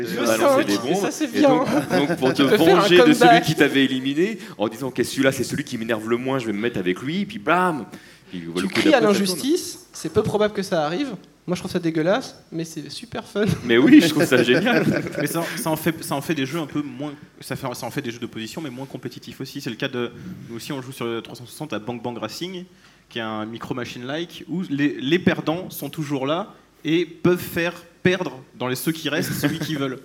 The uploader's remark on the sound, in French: Cycle de conférence enregistré du 2 au 4 mai 2014 lors du Stunfest